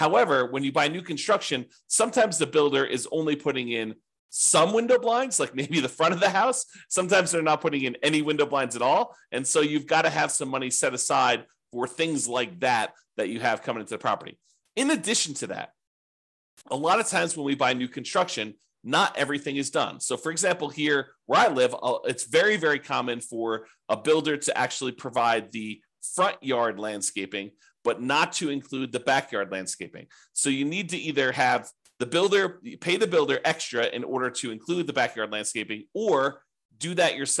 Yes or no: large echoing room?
no